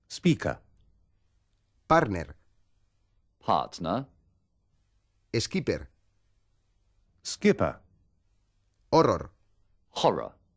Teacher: en inglés, se tiende a hacer desaparecer la R final